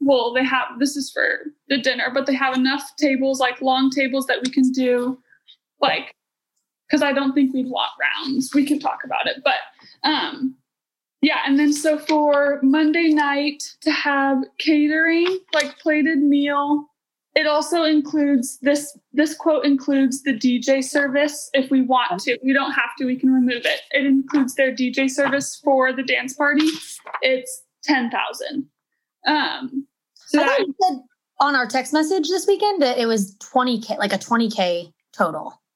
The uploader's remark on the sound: Today you’re getting to listen in on one of our weekly Heart University team meetings. Literally, we hit record on our weekly zoom team meetings back in July and what follows is what went down.